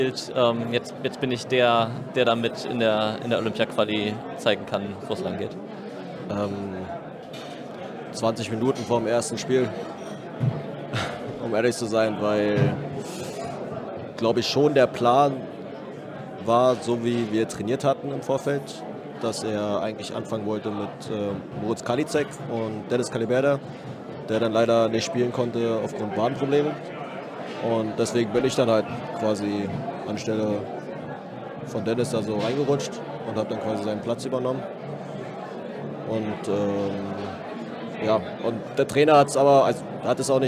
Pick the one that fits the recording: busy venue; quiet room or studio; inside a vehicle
busy venue